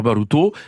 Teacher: le A en occitan se prononce O